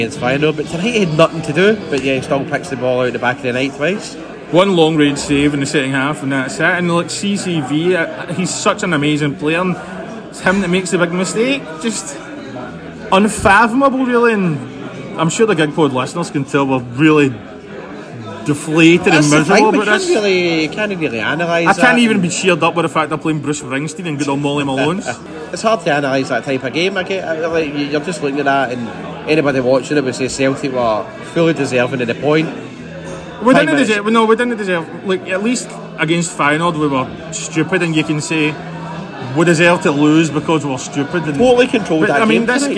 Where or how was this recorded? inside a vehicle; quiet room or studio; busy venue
busy venue